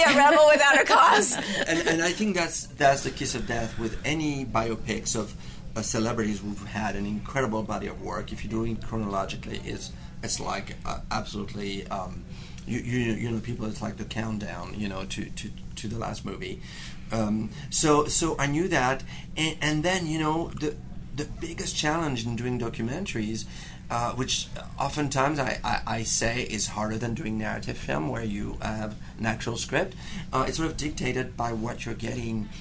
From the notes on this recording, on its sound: We're headed back to the Sundance Film Festival.